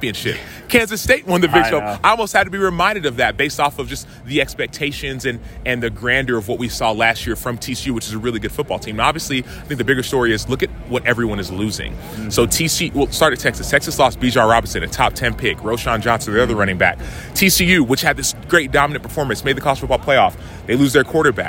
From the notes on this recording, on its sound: LIVE from Big 12 Football Media Days. Heartland College Sports is AT Big 12 Football Media Days.